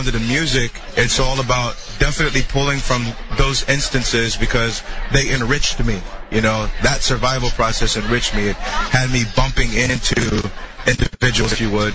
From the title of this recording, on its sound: Live at the NW Women's Show